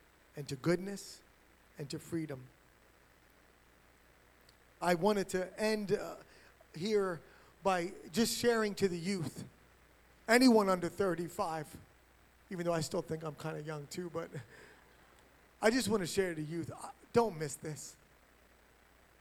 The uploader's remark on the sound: HighStreet Worship Center is a church in Burlington, New Jersey